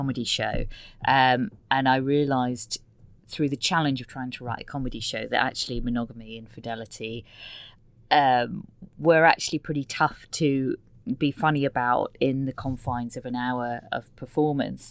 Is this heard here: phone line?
no